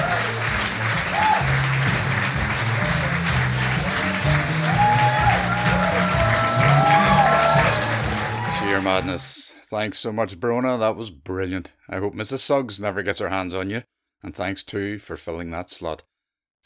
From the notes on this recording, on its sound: Black Box. The audience is in fine voice. Tenx9 is a live storytelling event.